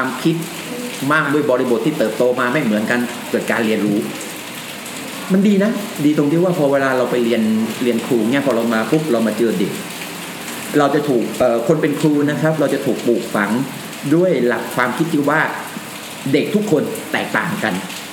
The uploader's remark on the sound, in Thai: ตอนบันทึกฝนตกหนัก อาจได้ินเสียงฝนหนักหน่อยนะครับ